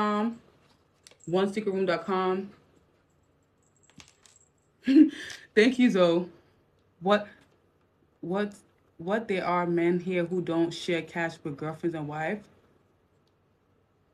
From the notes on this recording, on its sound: TIK TOK LIVE. This live was a bit laggy.